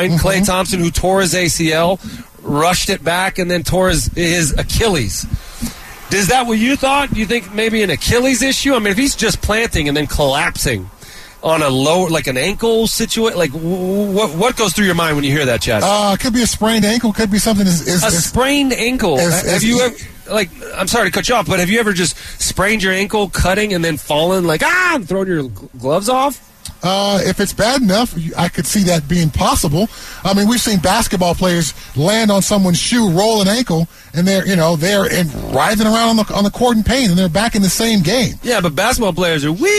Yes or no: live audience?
no